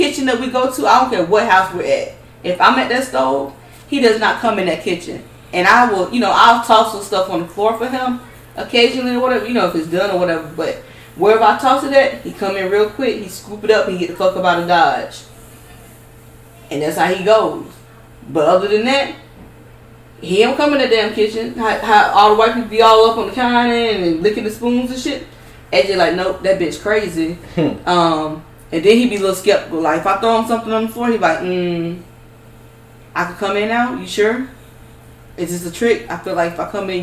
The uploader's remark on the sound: On this week's episode I f-ed the sound but it was such a good episode I still had to post it.